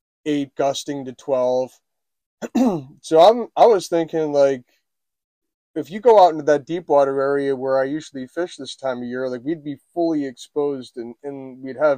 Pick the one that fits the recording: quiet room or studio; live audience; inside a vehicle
inside a vehicle